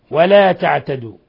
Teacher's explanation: ميم ساكنة جاء بعدها الواو إظهار شفوي، بل هو من أشد حالات الإظهار الشفوي. ولا تعتدوا، إذا وقفنا عليها مد طبيعي، وإذا وصلناها مد منفصل.